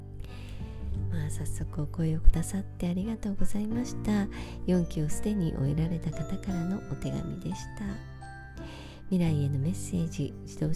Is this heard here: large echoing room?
no